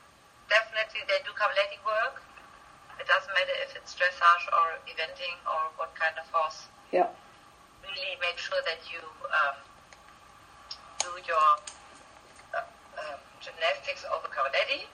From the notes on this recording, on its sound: I wasn’t 100% sure to put this one up as a podcast or not because the quality isn’t great. It was done on Skype, which is not my favourite form of interviewing.